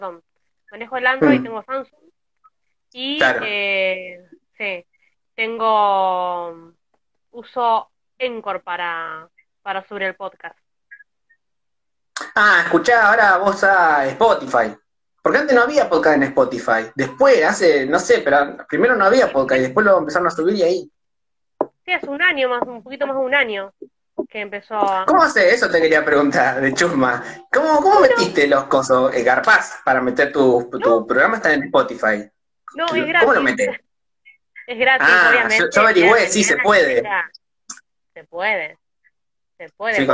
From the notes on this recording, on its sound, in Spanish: Fue realizado en directo por Instagram